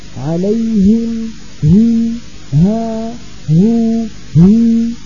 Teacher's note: لابد من تصفية الهاء وإعطائها حقها من الهمس وهو جريان النفس